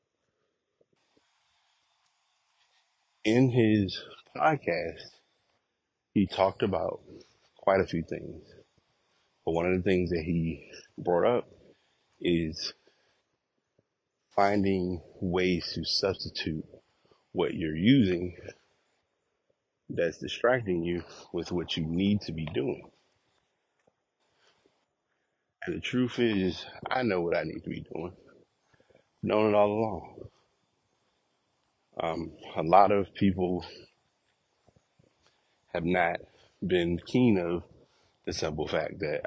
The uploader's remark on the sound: Walk Recording